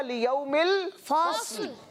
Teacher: گویا کہ جزم میں بدل دیں گے، اس متحرک لام کو ساکن کر دیں گے